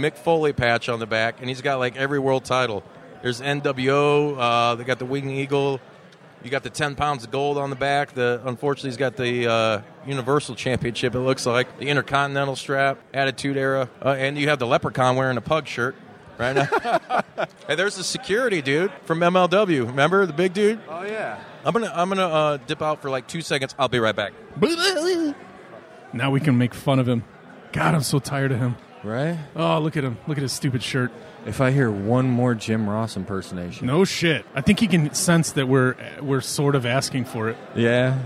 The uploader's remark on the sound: Live from the #WarriorWrestling 4 VIP Fan Fest!